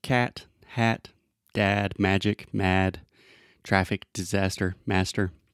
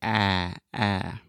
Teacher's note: this is a very open and front sound. So, you want to open your mouth a lot and then just imagine that you're kind of pushing everything in your mouth, your tongue, your teeth, your lips, everything to the front, and then say ah, ah.